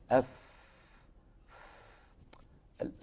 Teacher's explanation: مجموعة لا يهتز فيها الوتران الصوتيان في الحنجرة · Term: همس